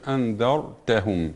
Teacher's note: الراء ساكن ما قبلها مفتوح فإنها تفخم الراء